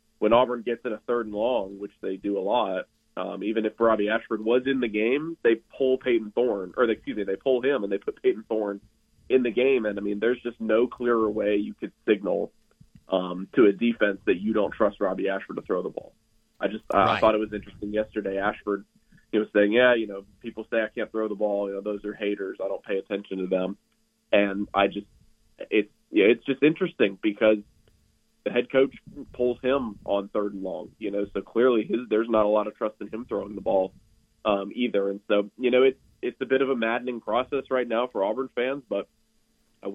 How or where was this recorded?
phone line